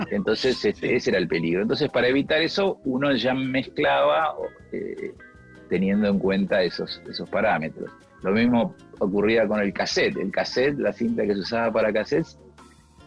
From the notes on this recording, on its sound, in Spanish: Una charla virtual entre consolas y equipos de sonido.